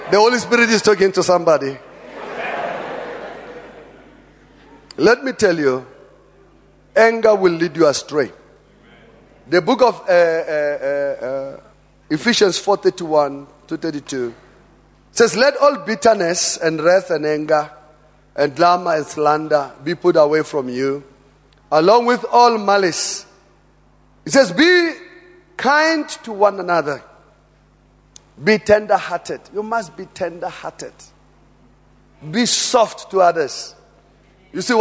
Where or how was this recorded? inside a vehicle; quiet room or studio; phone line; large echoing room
large echoing room